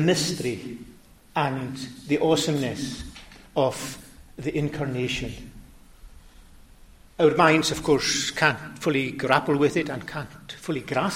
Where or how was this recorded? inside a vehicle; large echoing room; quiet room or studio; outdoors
large echoing room